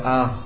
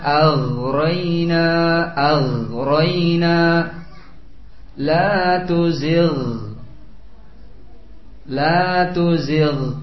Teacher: Yang berikutnya adnal halqi, tenggorokan yang paling atas, yang paling dekat dengan ujung kerongkongan, bagian kerongkongan yang paling dekat dengan rongga mulut. Ya, yang paling dekat dengan rongga mulut. Keluar darinya ghain dan juga kha. Ya. Hanya saja makhrajul ghain lebih jauh daripada mulut, lebih ke dalam sedikit.